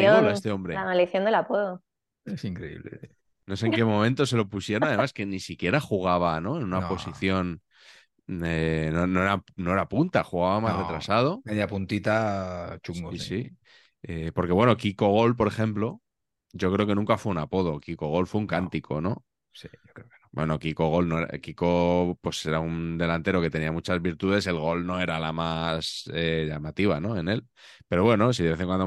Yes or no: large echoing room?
no